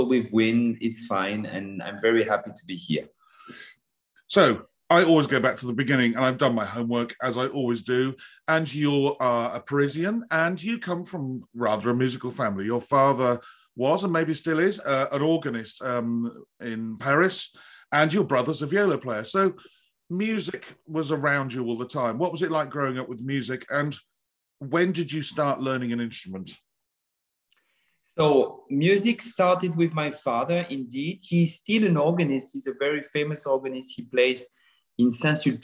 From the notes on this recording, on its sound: This interview was recorded. Via Zoom.